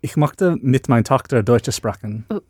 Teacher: it's too hard that you're going k instead of sh